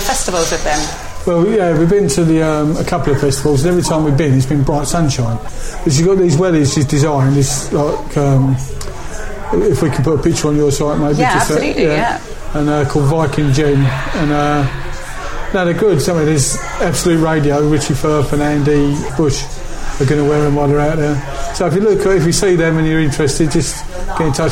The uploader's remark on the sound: Mutual local pub, Blackheath’s The Royal Standard.